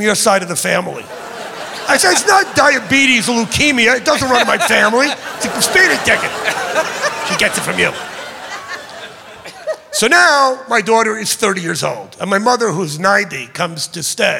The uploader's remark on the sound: Live at the SouthPoint Casino